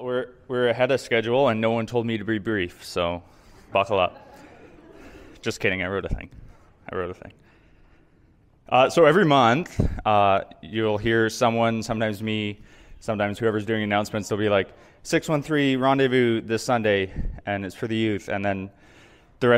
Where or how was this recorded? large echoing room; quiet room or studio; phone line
large echoing room